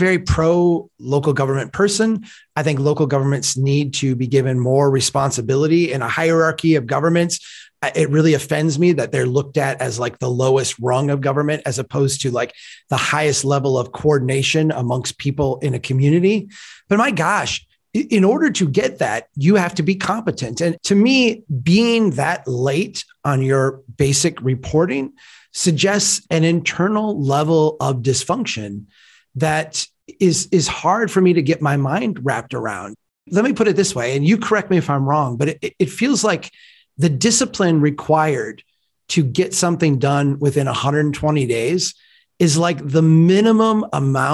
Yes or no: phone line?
no